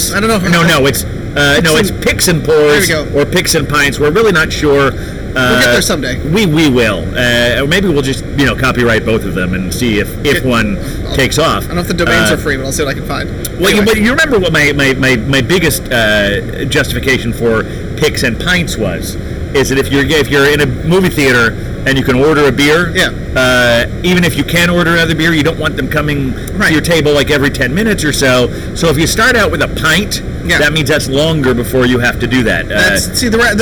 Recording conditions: outdoors